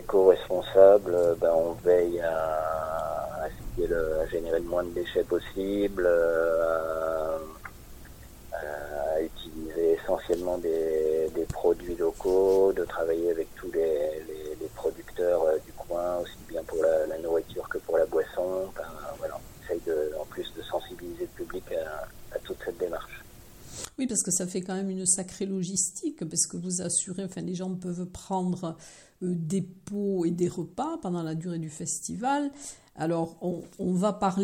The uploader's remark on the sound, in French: Interview téléphonique